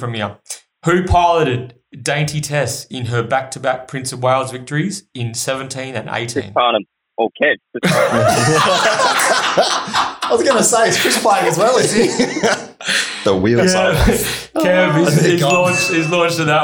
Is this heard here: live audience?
no